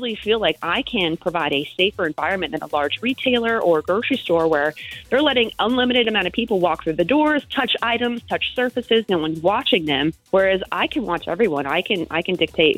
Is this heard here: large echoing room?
no